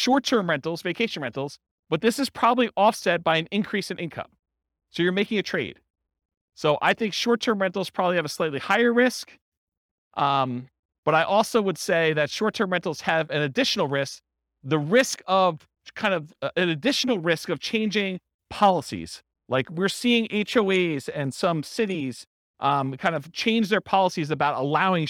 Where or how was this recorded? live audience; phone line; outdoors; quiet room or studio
live audience